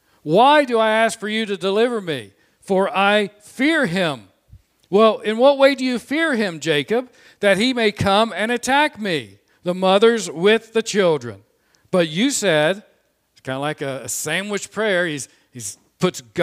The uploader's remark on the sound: This sermon was preached on Sunday, May 9, 2021 from the pulpit of Grace Community Church in Berea, KY.